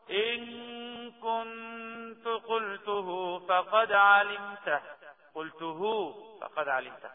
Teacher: طب مد الصلة الصغرى بقى هو مد هاء الضمير الغائب المفرد المذكر مضمومة أو مكسورة، وتمد مقدار حركتين